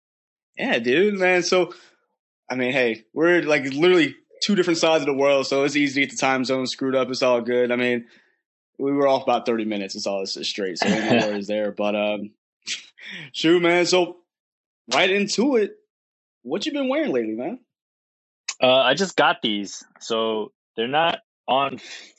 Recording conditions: video call